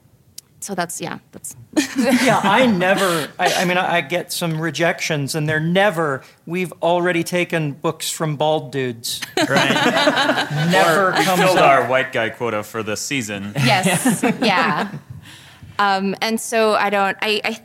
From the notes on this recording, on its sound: This episode was recorded live at FanX Salt Lake (formerly "Salt Lake Comic-Con")